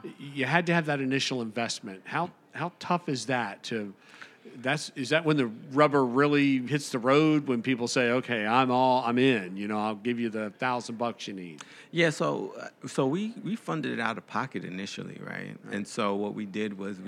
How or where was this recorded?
busy venue